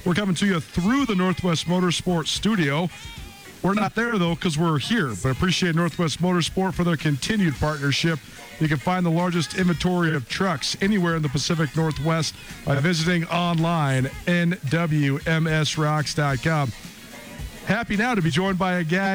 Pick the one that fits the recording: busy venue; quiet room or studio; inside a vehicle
busy venue